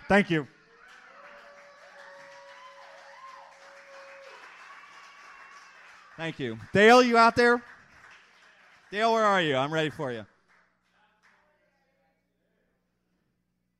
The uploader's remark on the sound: part two of the slam recorded on May 29th 2001